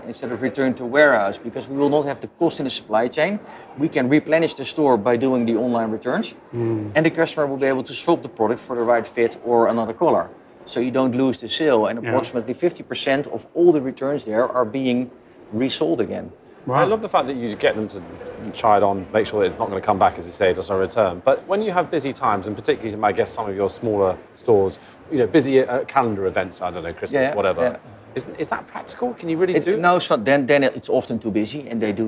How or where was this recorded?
busy venue